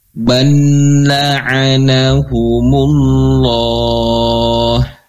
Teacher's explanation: Balla, tapi ingat, karena lam memiliki sifat tawassut atau bainiyah, ya, maka ada sedikit aliran suara gitu, ya, dan namun terbatas